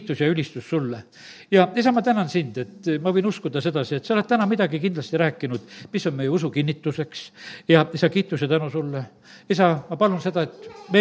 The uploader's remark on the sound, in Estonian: Audio salvestus koosolekult.